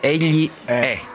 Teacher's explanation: la E con l'accento grave è aperta, tipo caffè